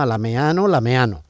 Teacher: Y esa pérdida también de la A inicial.